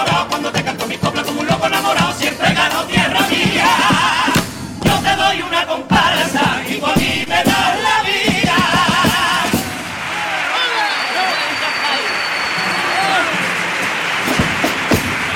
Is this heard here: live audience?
yes